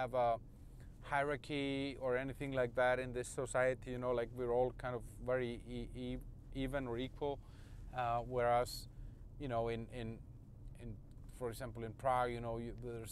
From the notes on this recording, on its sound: Ranting in the Car